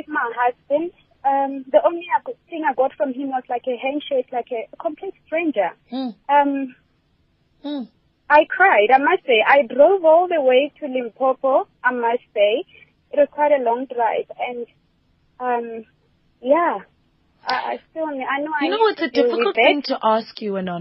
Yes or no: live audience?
no